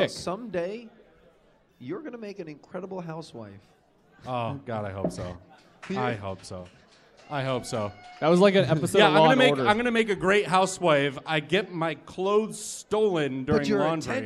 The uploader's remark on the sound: (LIVE)